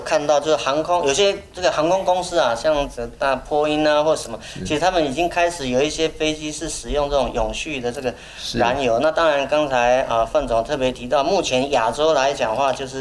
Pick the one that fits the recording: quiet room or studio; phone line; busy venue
busy venue